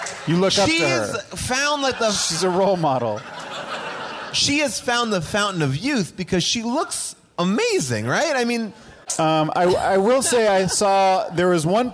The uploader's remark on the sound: Recorded LIVE at Largo in Los Angeles